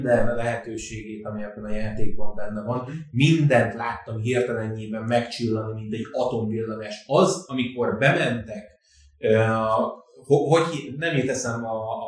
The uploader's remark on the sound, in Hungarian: Az új helyszín miatt. A technikai nehézségek sajnos megtaláltak minket ezen a kísérleti adáson.